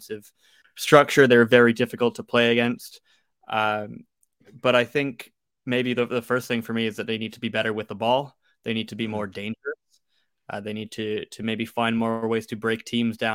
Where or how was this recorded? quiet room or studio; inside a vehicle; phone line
quiet room or studio